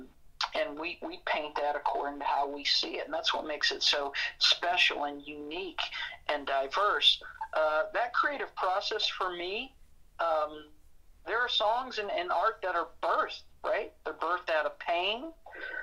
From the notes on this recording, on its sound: Joins us via telephone.